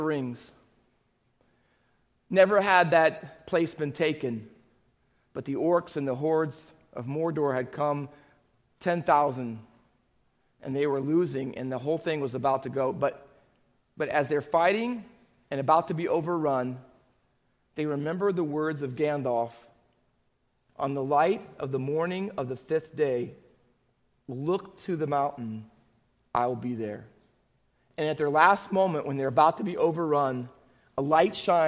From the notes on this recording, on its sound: Faith Baptist Church in Hamilton, NJ.